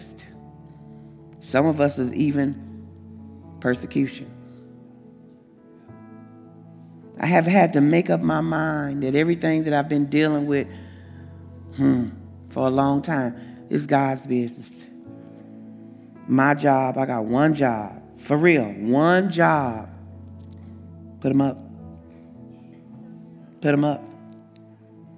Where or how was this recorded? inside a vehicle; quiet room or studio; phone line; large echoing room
large echoing room